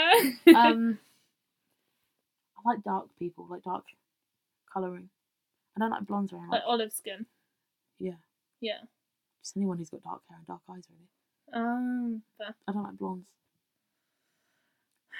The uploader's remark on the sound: This is mainly a tester podcast. Try and ignore the quality of the podcast, the wrong microphone was used.